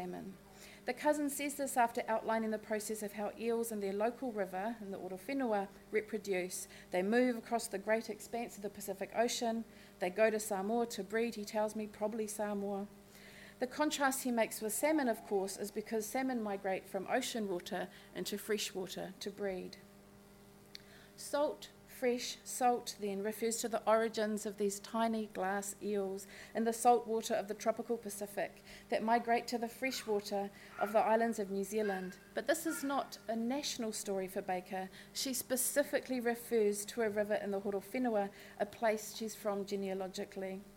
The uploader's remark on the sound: This public lecture. This event was held in collaboration with the University of Edinburgh Global Environment and Society Academy at the University of Sydney.